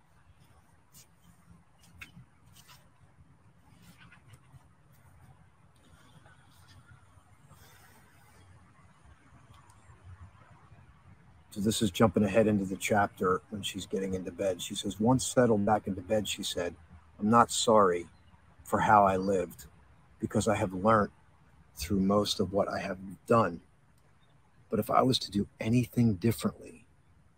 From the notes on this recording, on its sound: This Episode originally streamed live on location at Washington Crossing State Park. The audio from this podcast was taken directly from this live stream.